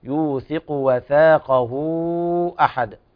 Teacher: الوقف على الدال بالقلقلة